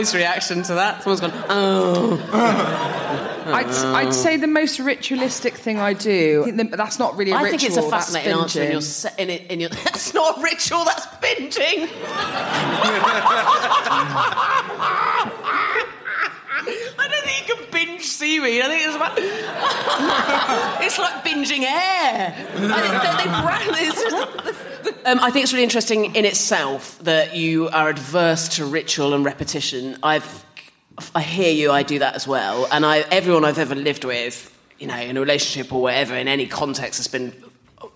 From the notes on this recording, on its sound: Live at the Machynlleth Comedy Festival. This episode was recorded live.